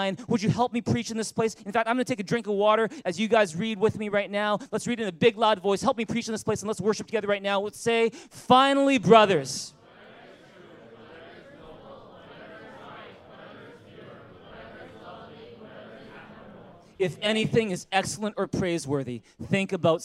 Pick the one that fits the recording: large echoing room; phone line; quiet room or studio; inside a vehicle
large echoing room